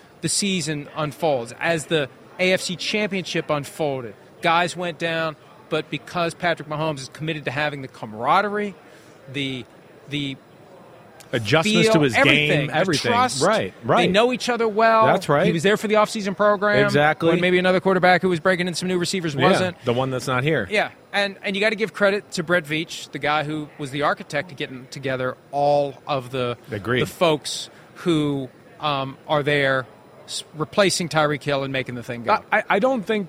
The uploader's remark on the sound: PFT Live from Super Bowl Media Week in Arizona